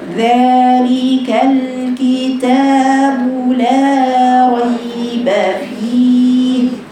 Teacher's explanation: لابد أن يكون زمن المد الطبيعي في كلمة ذلك مساوي لزمن المد الطبيعي في كلمة الكتاب وفي كل القرآن عند قراءتك.